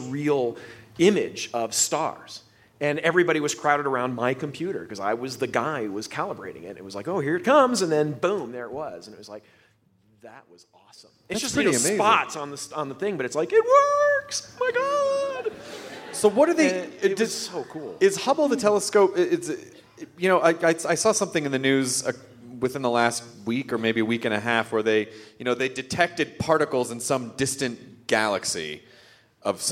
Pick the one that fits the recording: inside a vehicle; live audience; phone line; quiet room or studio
live audience